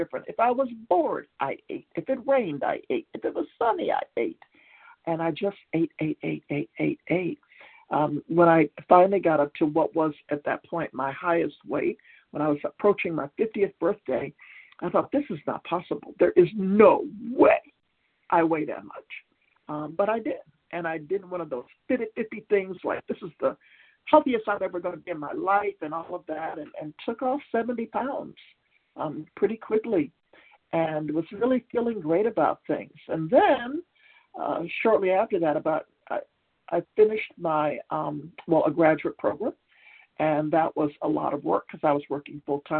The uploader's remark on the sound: from the 100 Pounders Phone Meeting, 2/7/23